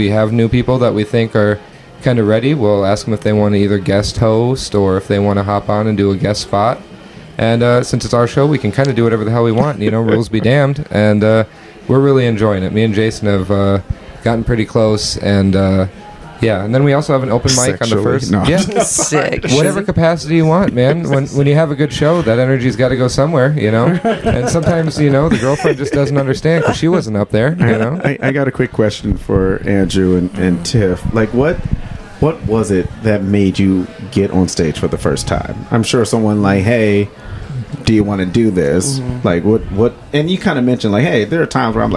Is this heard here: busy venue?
yes